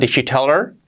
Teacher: Podemos saltar la H haciendo la pronunciación más natural.